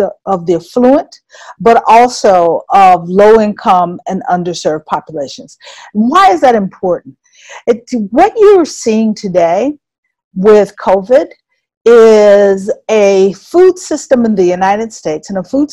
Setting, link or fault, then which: link, video call